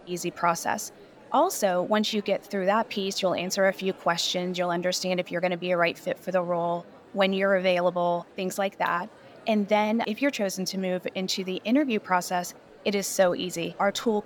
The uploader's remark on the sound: We’re bringing you the highlights from the HR Technology Conference straight from the Las Vegas floor.